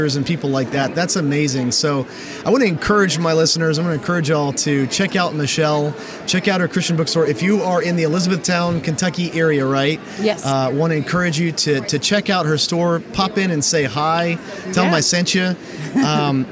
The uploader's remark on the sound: I recently had the privilege to sit down with her at the Christian Product Expo in Lexington, Kentucky.